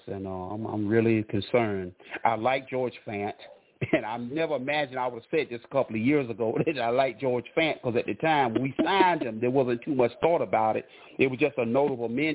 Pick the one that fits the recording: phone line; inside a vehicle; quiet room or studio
phone line